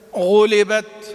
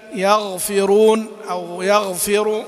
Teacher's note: حرف الغين مخرجه من أدنى الحلق، هذا خامس حروف الحلق ومخرجه من أدنى الحلق، وصفاته الجهر والرخاوة والاستعلاء والانفتاح